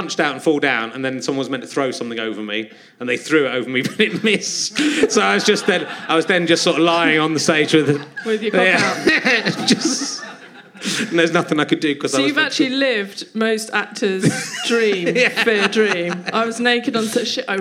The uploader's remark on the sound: There aren't many flies around, but a game member of the audience agrees to be zapped.